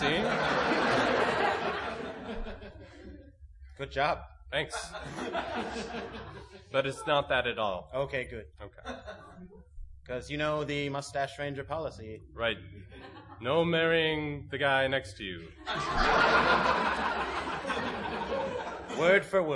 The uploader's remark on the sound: This is a special double length episode that was recorded live at the Mix Tape Comedy show held at the ComedySportz theater in Minneapolis, Minnesota.